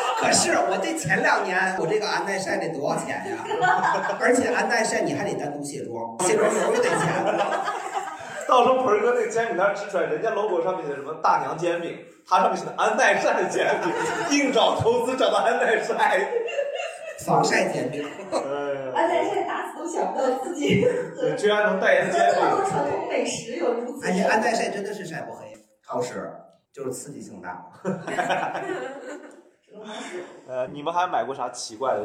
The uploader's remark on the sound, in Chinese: 最近两期由于场地不熟悉，设备出了问题，只能用备用素材，所以音质稍有问题。